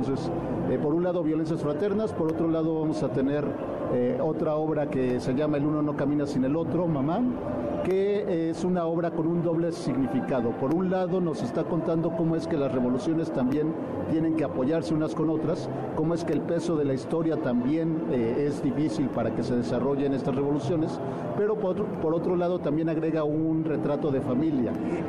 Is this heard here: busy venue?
yes